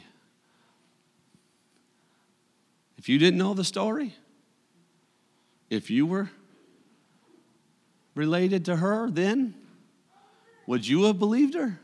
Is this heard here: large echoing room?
yes